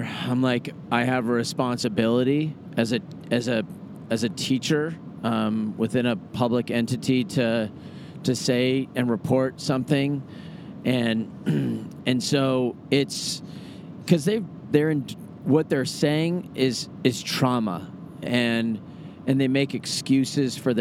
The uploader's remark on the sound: Recorded on a brief road trip to Arizona!